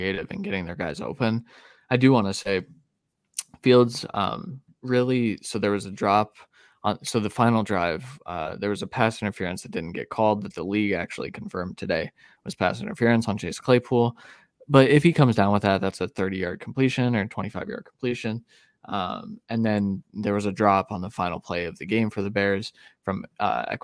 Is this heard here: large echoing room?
no